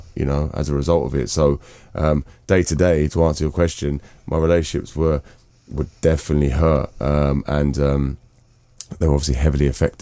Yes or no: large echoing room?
no